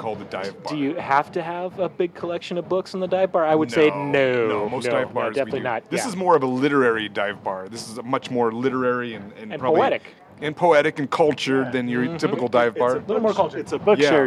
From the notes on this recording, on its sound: Recorded live at Blue Moon bar in the University District. Blue Moon describes itself as Seattle's most infamous dive bar, and this historic tavern doesn't disappoint. You can hear the faint sound of customers being kicked out!